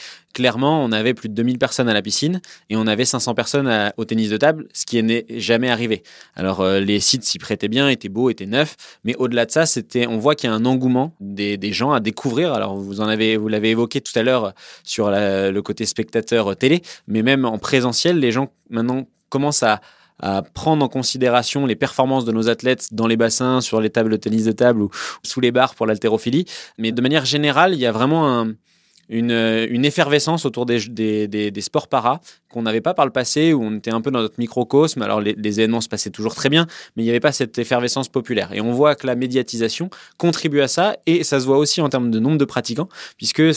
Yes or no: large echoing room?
no